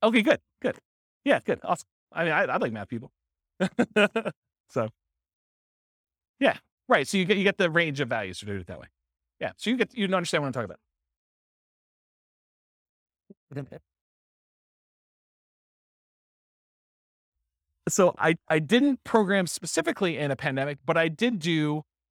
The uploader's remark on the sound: This was a live class recorded